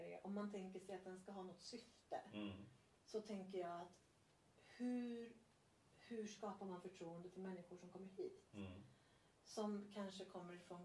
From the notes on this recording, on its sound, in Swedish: Lite dåligt ljud men en viktig podd så på med hörlurarna.